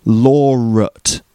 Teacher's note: there's a r sound between law and ut · So ut is at, but with a weak sound, with a schwa sound, not at, but ut. · Term: intrusive sound